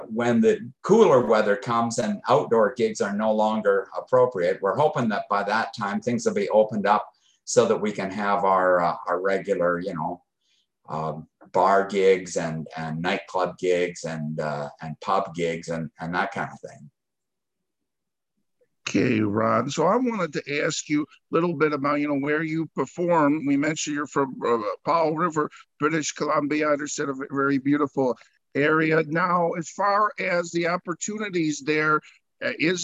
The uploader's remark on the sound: Original Zoom Audio. That was taken from Zoom Audio, as this was a Zoom Interview. This is the unedited, uncut version of the interview.